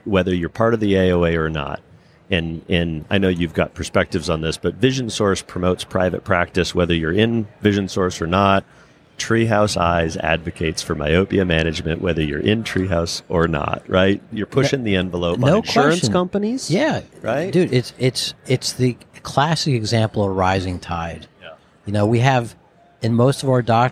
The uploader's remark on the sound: Recorded at Vision By Design